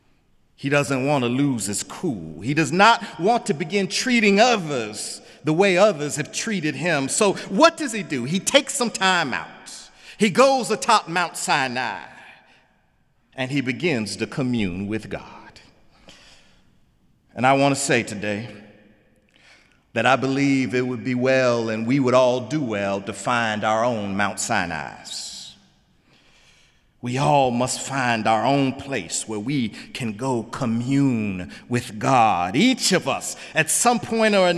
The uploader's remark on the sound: in the Memorial Church